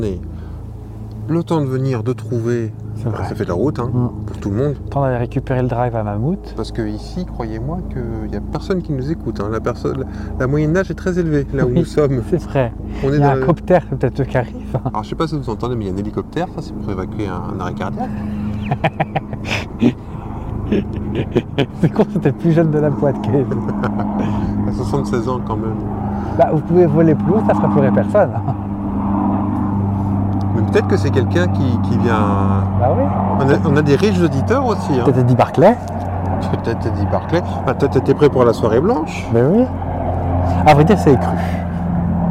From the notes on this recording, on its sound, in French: C'est pour cela que le son peut vous paraître un peu différent de d'habitude avec des bruits d'ambiance. On a quitté notre studio pour une excursion exceptionnelle.